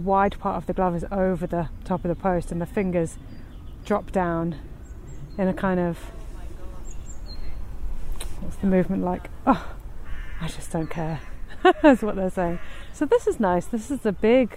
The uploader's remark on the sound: Highbury Fields. This podcast is recorded in 3D sound! Join her out and about as she captures those small, magical moments of everyday life, in sound. Thanks to 3D recordings, you’ll hear everything she does as if you were right there with her.